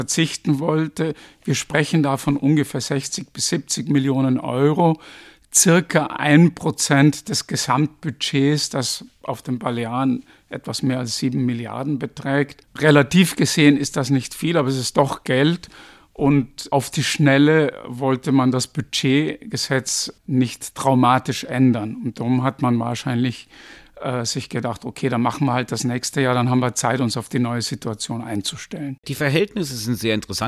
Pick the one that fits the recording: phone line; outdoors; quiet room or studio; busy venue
quiet room or studio